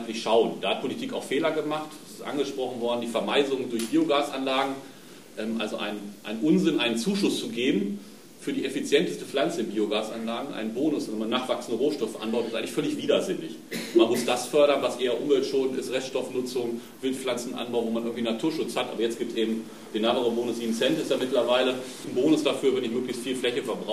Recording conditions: live audience